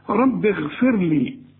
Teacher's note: الراء هنا حرققها لأن كل راء عليها سكون قبلها حرف مكسور زي اللي معانا رققها